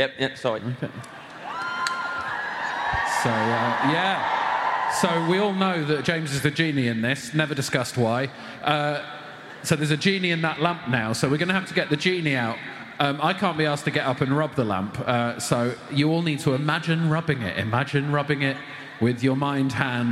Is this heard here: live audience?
yes